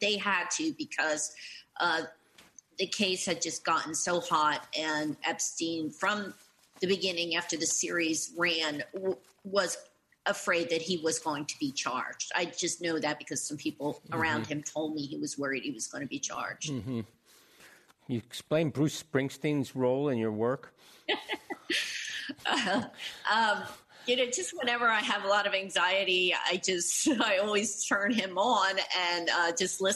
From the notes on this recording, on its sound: This program was recorded via video conference on July 22nd, 2021 by the Commonwealth Club of California.